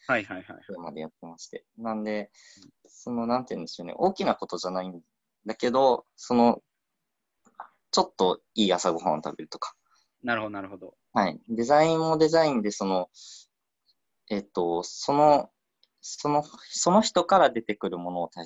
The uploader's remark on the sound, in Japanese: ラジオ放送は生放送で収録します。Zoomというツールを使って生放送！